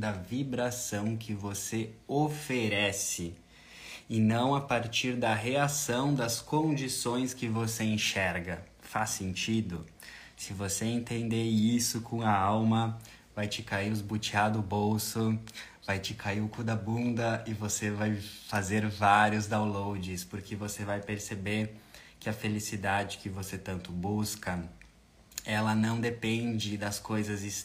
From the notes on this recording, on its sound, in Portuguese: Energias da semana (Live). Áudio extraído da Live Energias da semana.